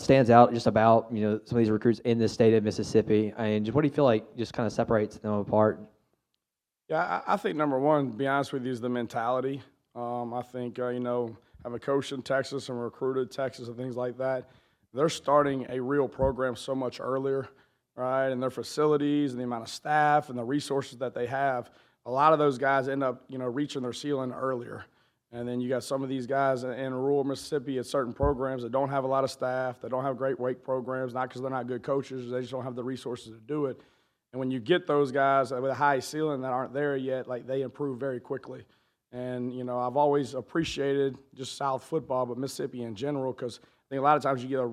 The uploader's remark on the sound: LIVE! From Ole Miss Training Camp